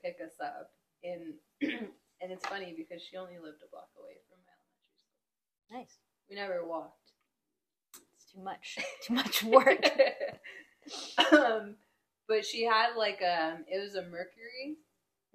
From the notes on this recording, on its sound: I know I sound far from the mic.